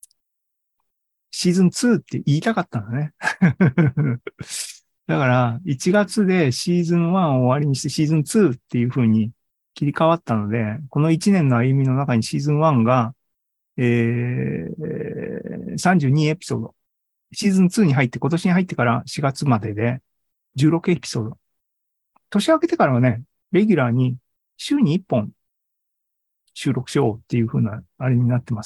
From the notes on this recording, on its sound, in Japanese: ２０２３年５月３１日に開催した ZOOMライブの模様です